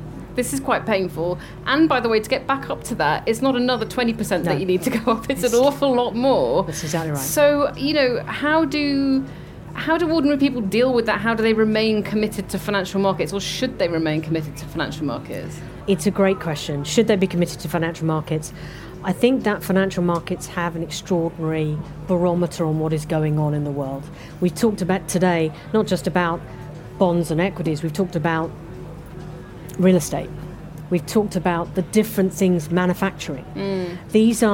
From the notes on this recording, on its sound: At the FT Weekend Festival at Kenwood House in north London. Perched on high stools behind a kitchen counter meant for a cooking demonstration.